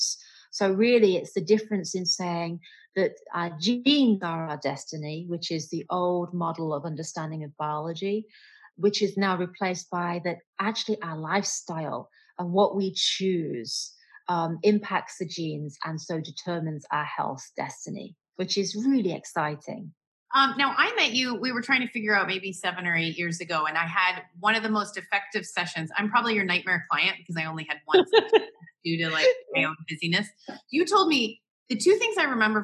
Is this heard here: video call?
yes